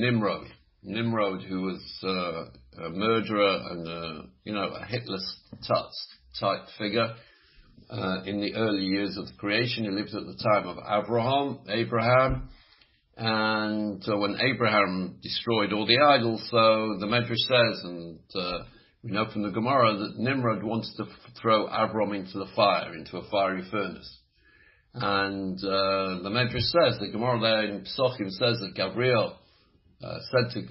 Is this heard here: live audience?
no